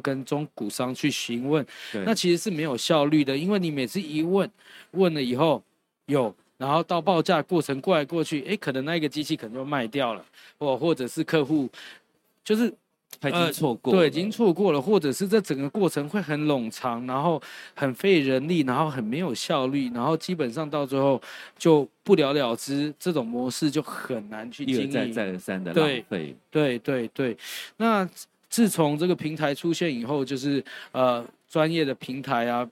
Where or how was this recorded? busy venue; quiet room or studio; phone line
busy venue